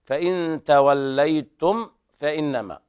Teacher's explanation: هنا يلاحظ إظهار الميم إظهارا شديدا لأن بعدها فاء، لقول الناظم العلامة الجمزوري: قال: واحذر لدى واو وفاء أن تختفي لقربها والاتحاد.